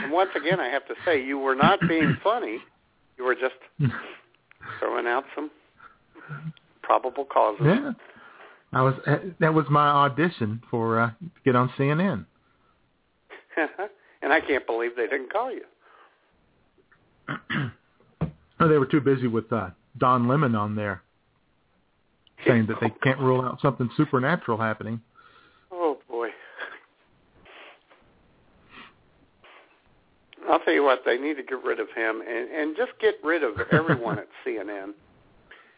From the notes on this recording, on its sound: All the while taking your phone calls.